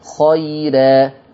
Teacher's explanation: رققها. ليه؟ لأن الراء مفتوحة ومسبوقة بياء اللينة